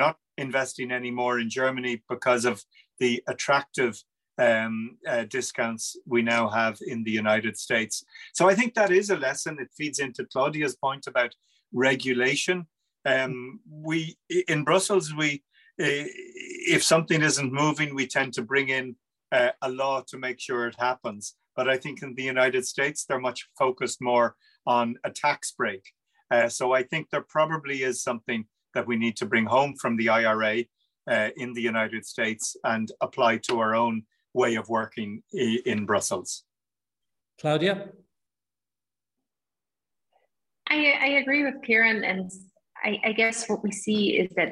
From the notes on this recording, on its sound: In this second event in a series of webinars co-organised by the IIEA and the European Parliament Liaison Office (EPLO) in Ireland, an expert panel of speakers discusses.